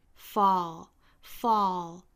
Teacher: 美音发法上下开口都更大，下巴再往下降